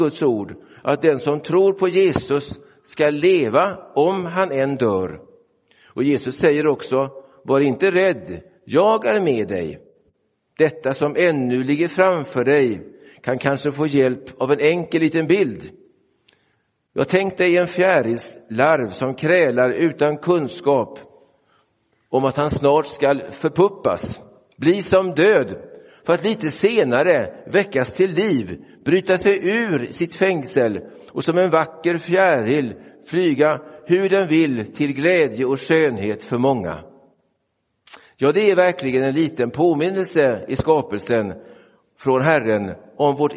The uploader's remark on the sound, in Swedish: Inspelad i Roseniuskyrkan den 5 november 2023.